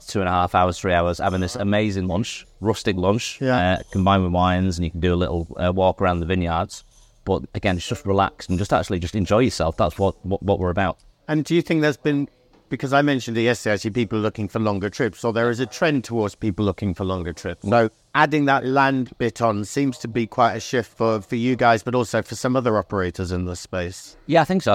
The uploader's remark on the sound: Recorded during the Advantage Travel Partnerships special cruise conference in Paris onboard their stunning ship Joie de Vivre